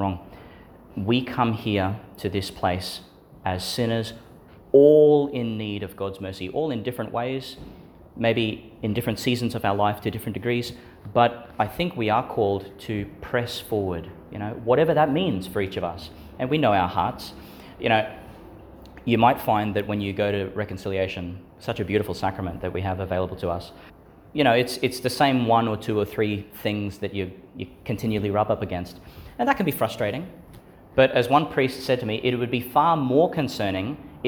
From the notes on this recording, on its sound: Homily for the Thirtieth Sunday in Ordinary Time, delivered at St Agnes Church, Agnes Waters, Qld.